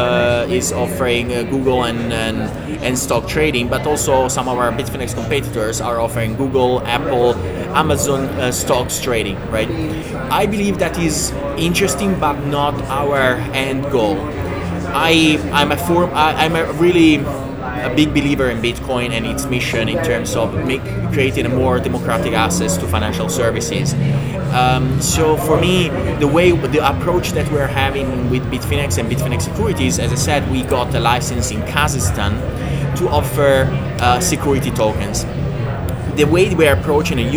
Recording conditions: background noise